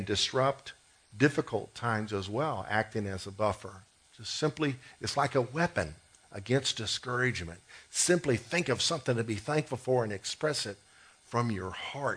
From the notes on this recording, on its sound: COMMUNITY THANKSGIVING SERVICE - 2016 - Audio. This annual event from the Lake Granbury Ministerial Alliance, hosted this year at Generations Church.